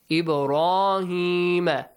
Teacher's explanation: Bounce the sound of ba in the word Ibrahim. Ra has a heavy sound. Tafkhimur ra.